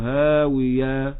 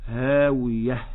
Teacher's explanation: نقف عليها بالهاء المهموسة ونحذر من الألف · Shown in: second take · لا نقول هاوية إنما نقول هاوية.